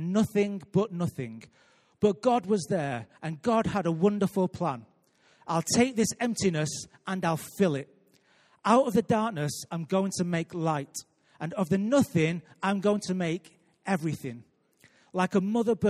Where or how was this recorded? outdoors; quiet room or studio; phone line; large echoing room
large echoing room